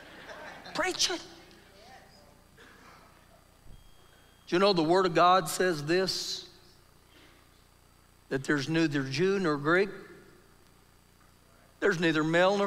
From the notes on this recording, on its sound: Recorded live during our Sunday morning service